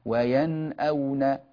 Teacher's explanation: فبينا النون وأظهرناها · Term: الإظهار الحلقي